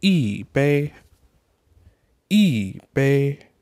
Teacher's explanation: E, the word for number one, is special. If it comes before a first tone, it changes to a fourth tone. So, e, bay.